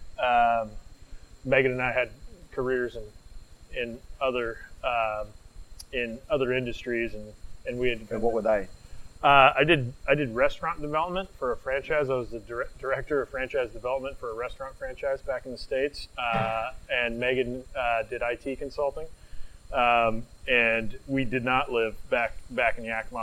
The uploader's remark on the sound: We apologise for the quality of the audio